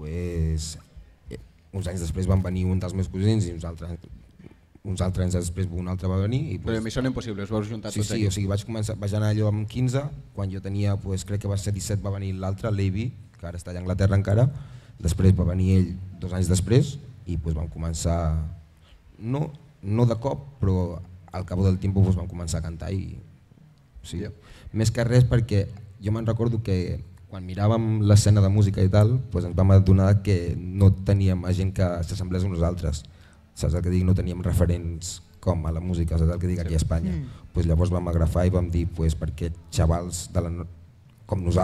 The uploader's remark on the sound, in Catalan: Avui us portem segurament el capítol més especial de tota la temporada, en directe a la Festa Major de l'Eixample de Sabadell.